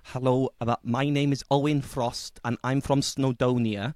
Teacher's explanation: we speak a little bit like this, a bit nasally, and we pronounce everything a bit stronger